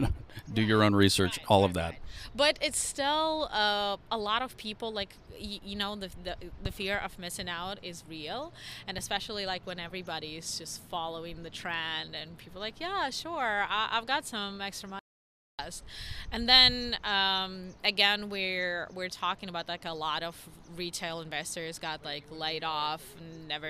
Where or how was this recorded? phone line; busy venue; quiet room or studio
busy venue